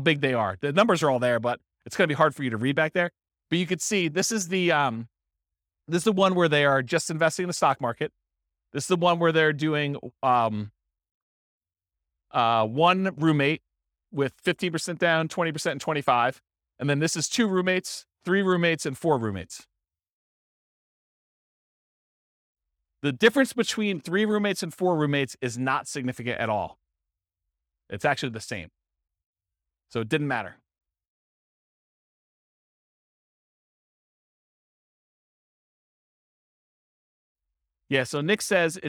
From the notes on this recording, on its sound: This was a live class recorded